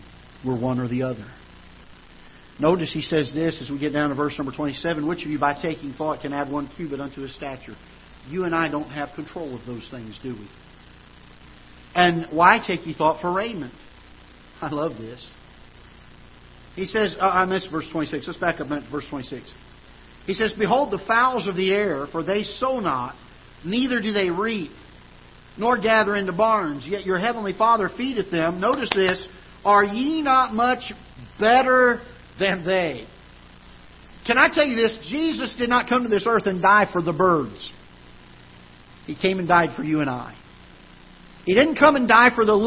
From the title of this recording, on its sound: Ketha Heights Baptist Church ~ Live Broadcast